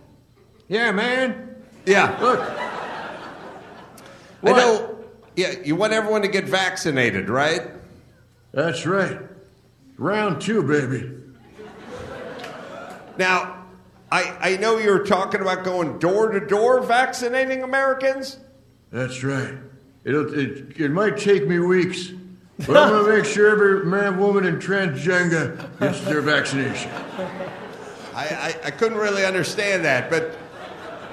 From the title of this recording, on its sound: Live From Raleigh, NC